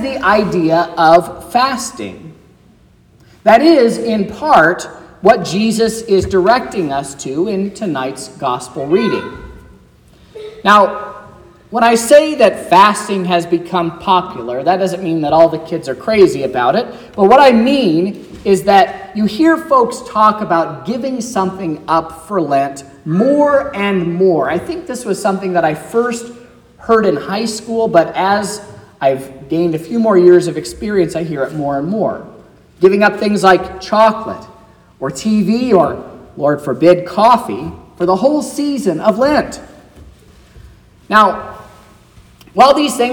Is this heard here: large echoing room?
yes